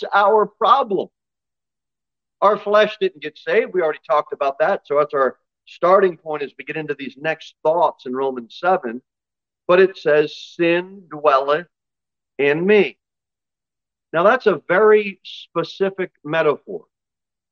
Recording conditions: large echoing room